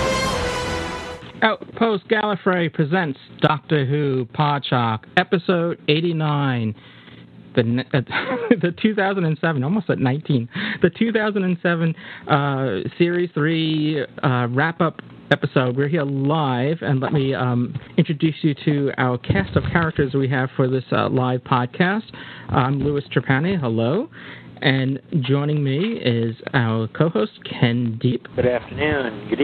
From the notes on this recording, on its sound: Live Roundtable Episode. With live listener feedback. Recorded live on the net via TalkShoe.